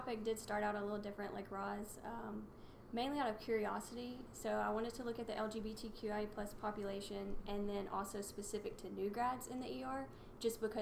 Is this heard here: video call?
no